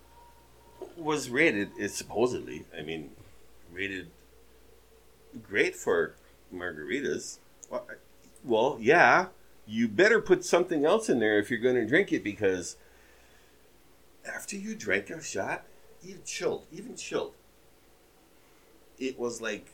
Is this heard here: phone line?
no